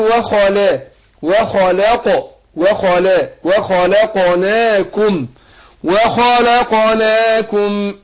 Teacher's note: وخلقنا هنا الواو طبعا مرققة والخاء مفخمة وخاء واللام مرققة وخلق يبقى خد بالك عندك اللام مرققة واخد